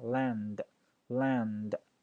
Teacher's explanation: 一定要有跟那个 n 的鼻子的震动啊，一定要有那个感觉 land，而且那个 n 不要花很长